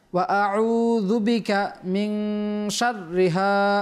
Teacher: এখানে নুন সাকিনের পর শিন আসছে, ইখফার হরফ, জি, গুণ্ডা করতে হবে, আমাদের খেয়াল রাখতে হবে এখানে।